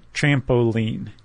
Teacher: the cretic. That's my favorite. So it's stressed, unstressed, stressed